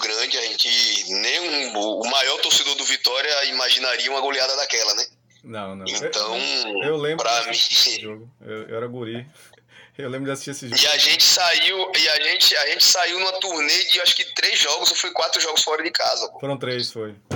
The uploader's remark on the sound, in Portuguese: Por telefone com o ex-atacante.